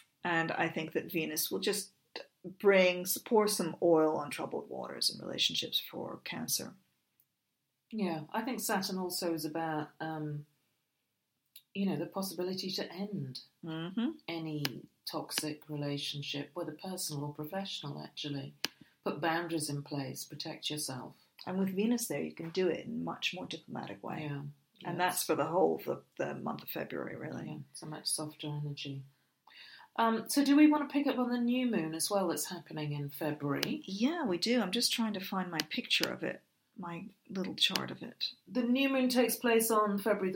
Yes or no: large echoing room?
no